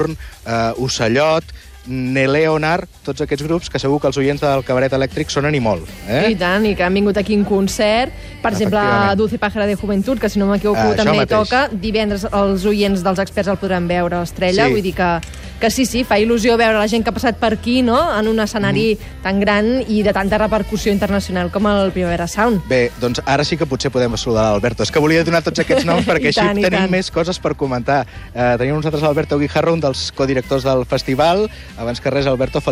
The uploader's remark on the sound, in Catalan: S'ha desplaçat fins a la Sala Apolo i ha seguit tota la festa de presentació del cartell de la quinzena edició del festival Primavera Sound. Connectem amb ell des d'allà.